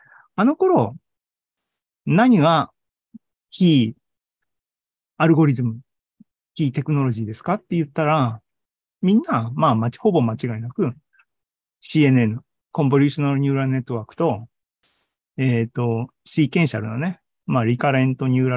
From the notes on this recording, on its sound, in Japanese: ２０２３年２月２２日に開催した ZOOMライブの模様です。